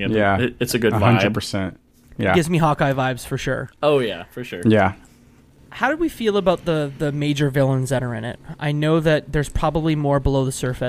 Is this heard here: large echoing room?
no